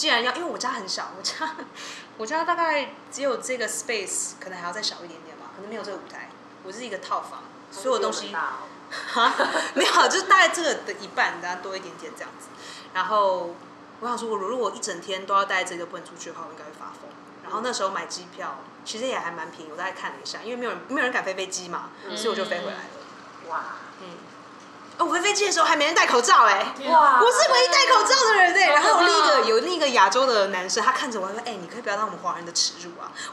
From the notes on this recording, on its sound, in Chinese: 今天節目錄製時比較激動，聆聽時請小心音量。怕女孩們的笑聲太吵轟炸各位聽眾。